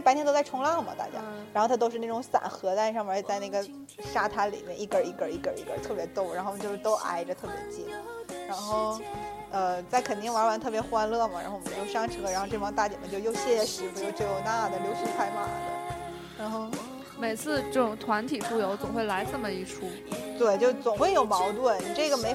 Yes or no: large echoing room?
no